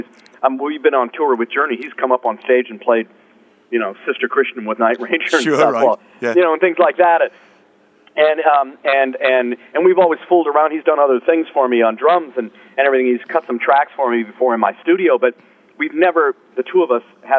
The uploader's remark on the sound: In this phone interview